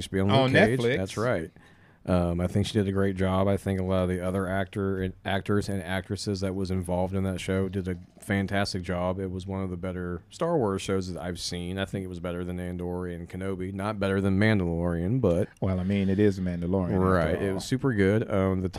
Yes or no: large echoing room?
no